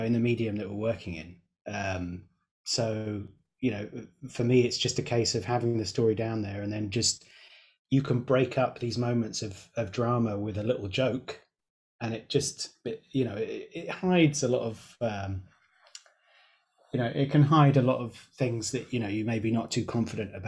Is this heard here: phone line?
no